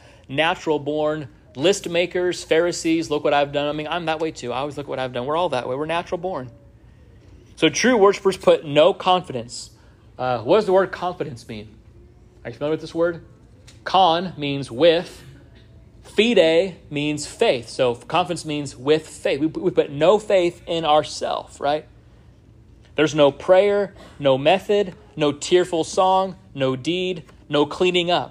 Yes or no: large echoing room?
yes